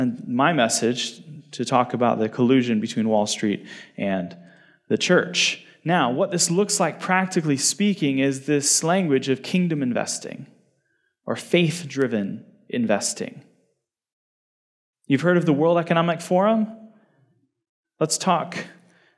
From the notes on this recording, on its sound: given at the Sovereign Nations, Mere Simulacrity Conference held in Phoenix in December 2022